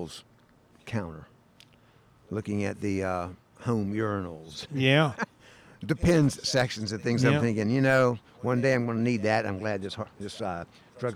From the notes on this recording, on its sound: This episode was recorded at Saluda Outfitters in Saluda, NC – home of Green River Eddy’s Tap Room.